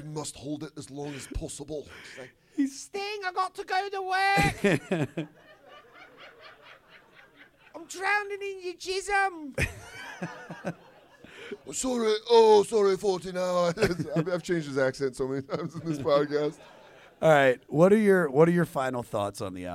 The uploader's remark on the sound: This episode was recorded live at Just For Laughs 42 in Toronto.